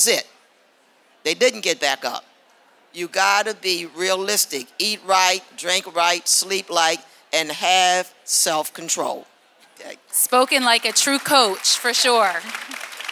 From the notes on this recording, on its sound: Live Show from the Boston Marathon. To all who attended and supported the show.